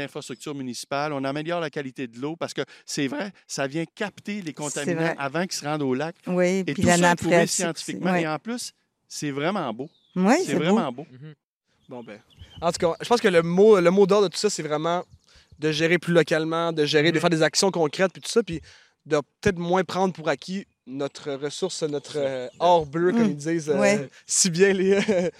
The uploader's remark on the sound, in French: enregistré à l'extérieur, devant le Lac Waterloo